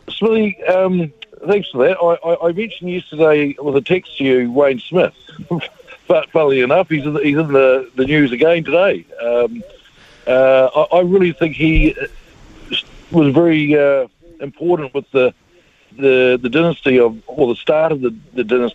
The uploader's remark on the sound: We've thrown the phonelines open